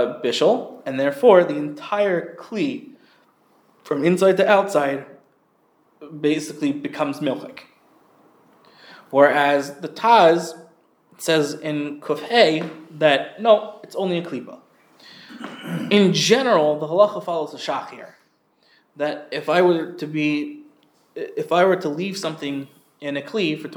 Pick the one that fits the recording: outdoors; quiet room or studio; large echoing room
large echoing room